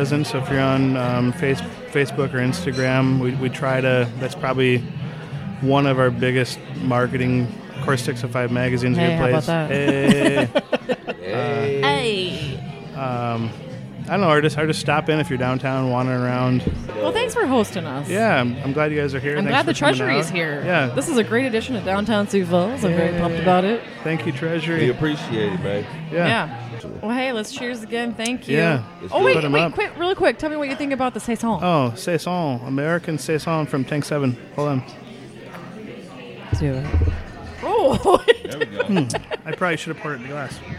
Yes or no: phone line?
no